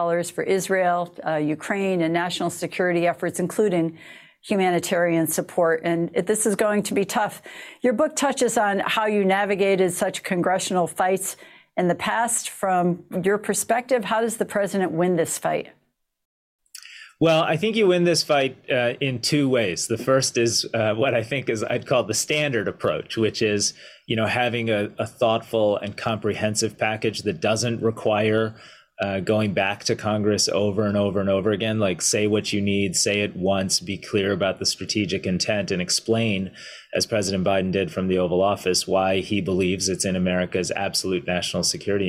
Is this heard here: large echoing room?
no